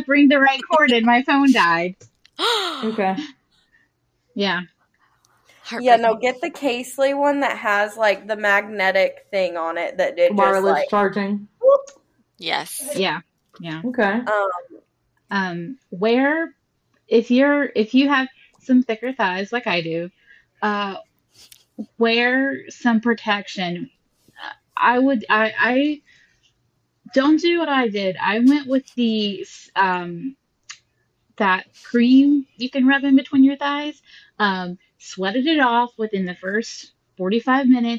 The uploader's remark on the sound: The audio in this episode is not the greatest, we recorded virtually and couldn't utilize our standard setup, our sincerest apologies.